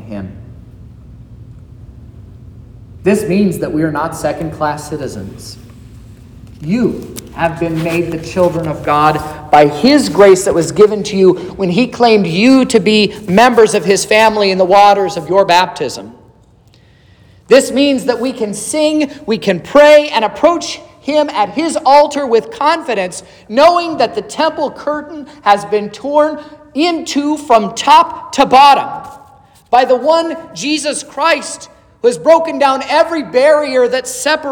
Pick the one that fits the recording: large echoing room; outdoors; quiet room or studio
large echoing room